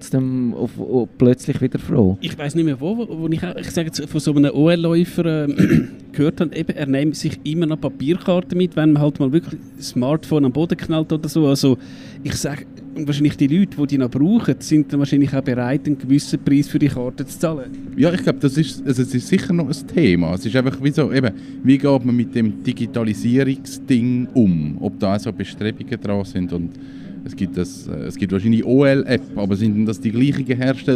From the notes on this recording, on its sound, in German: Traditionsgemäss senden wir auch heuer wieder von der Rampe, also live und openair vom Theater am Gleis.